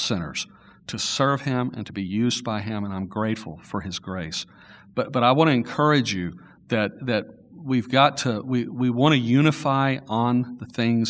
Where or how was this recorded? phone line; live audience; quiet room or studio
live audience